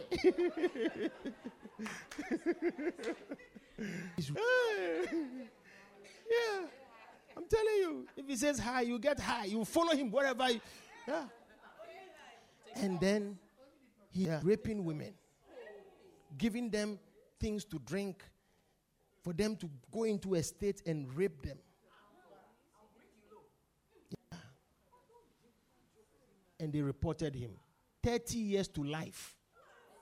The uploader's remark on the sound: Preached at The Victory Secrets Service.